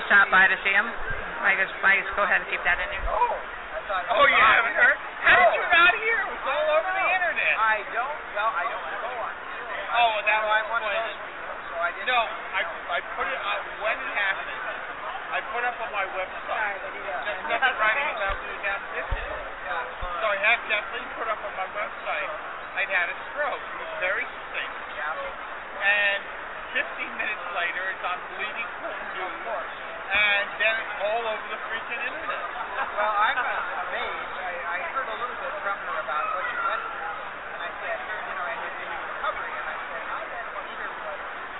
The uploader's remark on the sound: We talked LIVE from Phoenix ComiCon